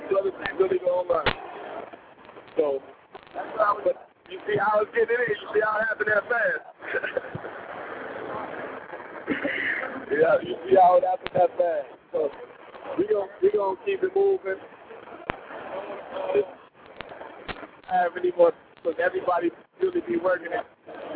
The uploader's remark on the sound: BarberZone Radio LIVE from Bronner Brothers Show.